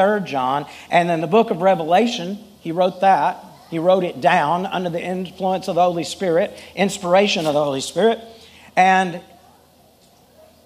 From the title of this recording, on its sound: Full Sunday Service